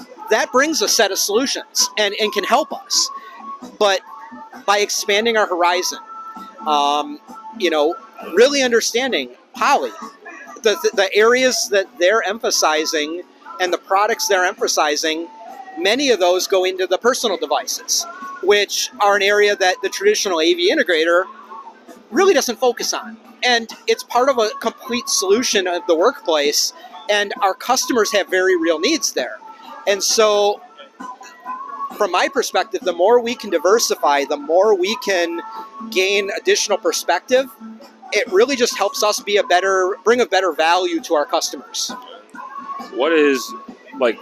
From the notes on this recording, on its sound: Live From Orlando, It’s Enterprise Connect 22. Enterprise Connect is back in person, and we talk to many industry professionals about the collaboration space.